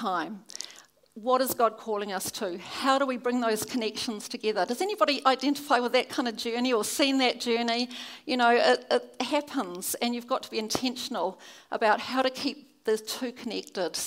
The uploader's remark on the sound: keynote at our Baptist National Hui 2017